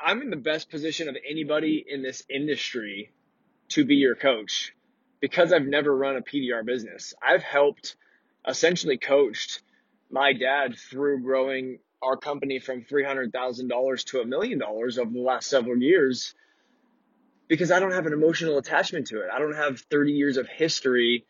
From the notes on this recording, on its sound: This episode was recorded in my truck while driving between appointments.